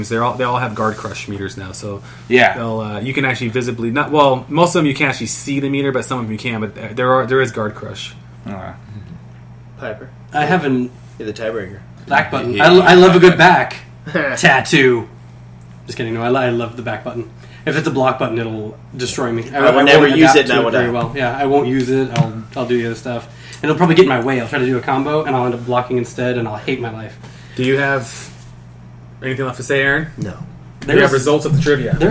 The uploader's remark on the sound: Better audio quality and hopefully no audio corruption. We did experience some serious audio corruption in this cast yet again, and beg your forgiveness for any that slipped through.